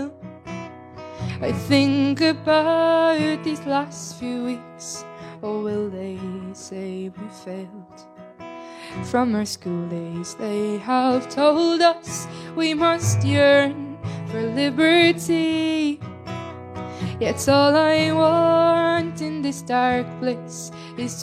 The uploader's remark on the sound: Live at the Rainbow Ballroom. Performed a chilled out hour hour session live at the Rainbow.